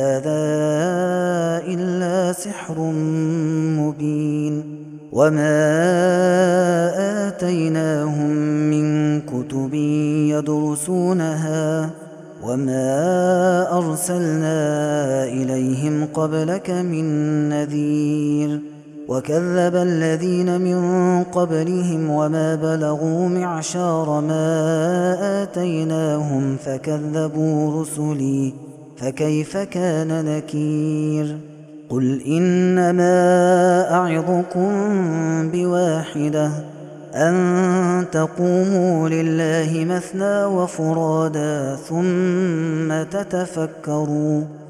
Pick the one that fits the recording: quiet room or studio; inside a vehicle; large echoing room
large echoing room